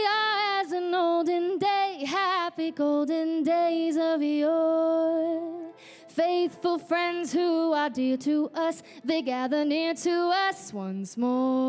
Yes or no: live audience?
yes